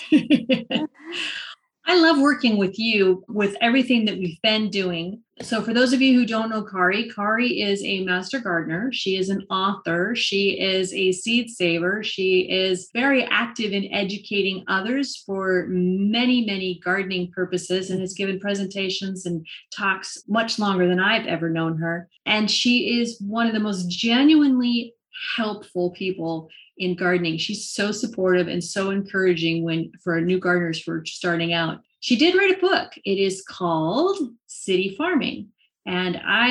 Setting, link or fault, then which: link, video call